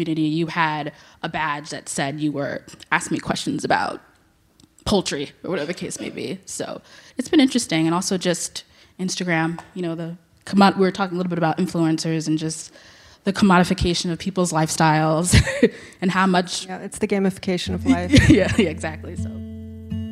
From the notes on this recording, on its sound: For a panel discussion. A robust Q&A from the live audience.